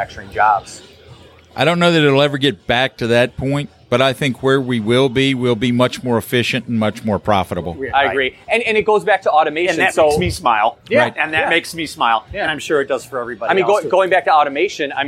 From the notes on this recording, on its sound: Recorded live at a recent conference. Live podcast recording.